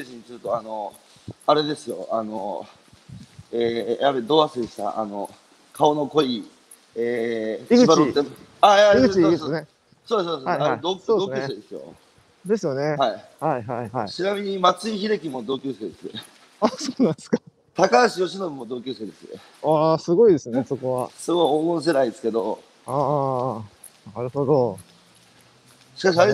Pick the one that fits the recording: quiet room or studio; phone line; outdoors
outdoors